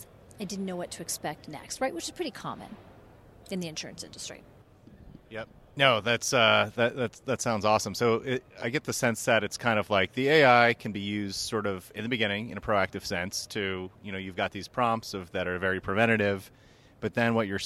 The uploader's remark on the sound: Live from ITC Vegas ’23